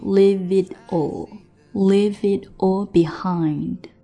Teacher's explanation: 其实在歌曲的演唱当中， it 跟 all 它是没有连在一起的